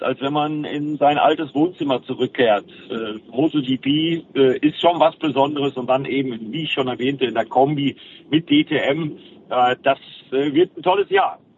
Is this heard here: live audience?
no